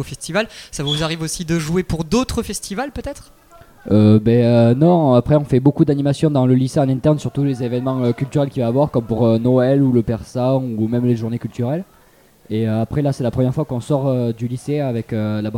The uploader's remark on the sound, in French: Delta Fm est allée au Nouveau Festival à Cenon (33) pour donner la parole aux lycéens porteurs de projets, venus présenter leur travail. Cette banda vient des Landes et propose aux festivaliers de la musique tout au long du festival.